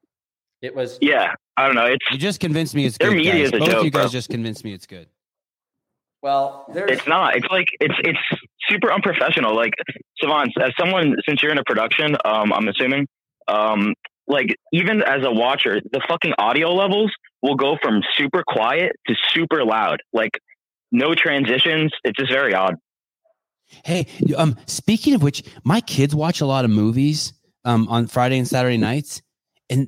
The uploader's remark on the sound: Live Call In Show